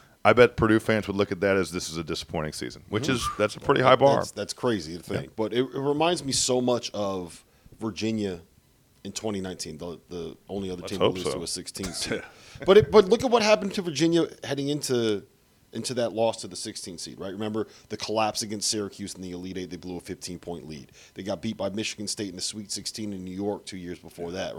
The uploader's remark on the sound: Live from the College Basketball Hall of Fame!